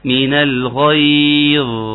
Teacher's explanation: الظا لها زمن، بحاول انها تاخد زمنها كامل من الغيظ